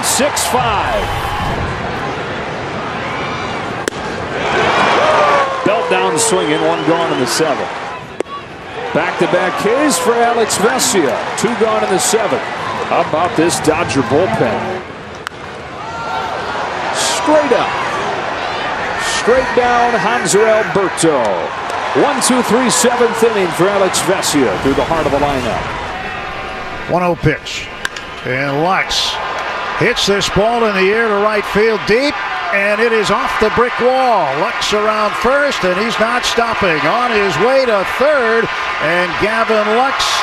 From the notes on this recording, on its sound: LIVE from Oracle Park in San Francisco